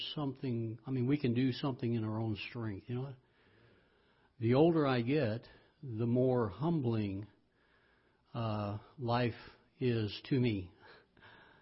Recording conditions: large echoing room